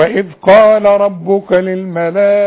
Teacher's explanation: الذال ما تقوليش وإذ قال وإذ ما تقلقليش الذال أبدا